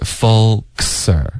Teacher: 也是一个科连到斯的音，kser，不能省略科